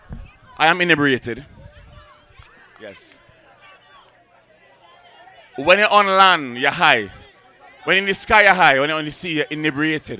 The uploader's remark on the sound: LIVE AT DDI